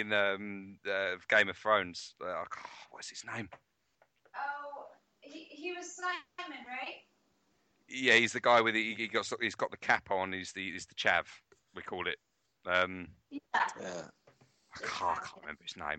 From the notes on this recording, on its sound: we had some minor sound difficulities whilst recording over Skype.